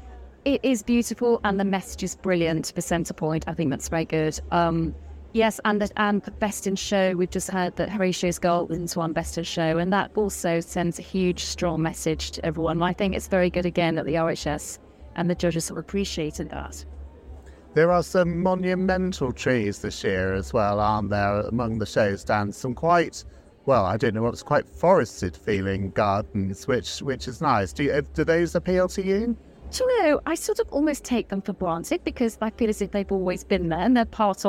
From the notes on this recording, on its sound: Join us for our first-ever outside broadcast from the RHS Chelsea Flower Show 2023.